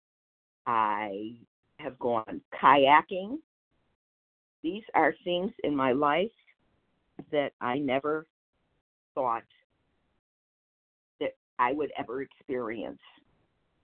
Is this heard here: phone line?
yes